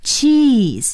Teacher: 这是长音的 e 咱们的嘴呢要向两边咧